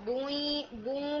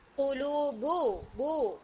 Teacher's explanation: یہ جو آئی نمبر 8 میں ورڈ ہے نا قلوب یومئذ، اس میں نا با میں آپ کا غنہ جا رہا تھا، بوں کی آواز آ رہی تھی، تو بو نہیں قلوب بو بغیر غنہ کے · Shown in: second take